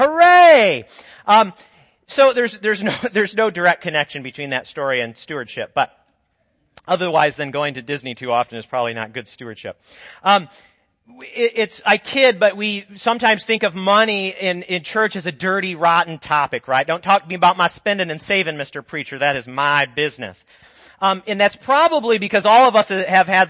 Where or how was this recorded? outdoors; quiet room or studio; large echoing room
large echoing room